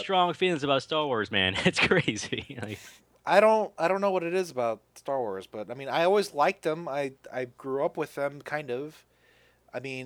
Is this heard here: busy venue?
no